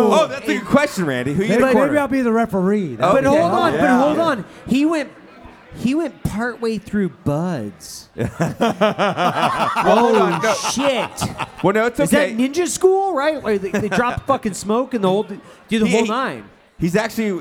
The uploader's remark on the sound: Live from the MGM Grand hotel in Las Vegas during SHOT show.